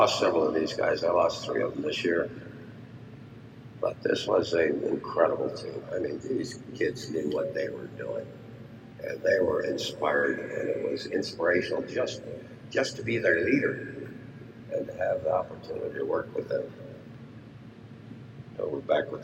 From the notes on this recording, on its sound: Bear with me on the audio. We were inside a hangar, so the acoustics weren’t ideal for a podcast, but it was an awesome place to be.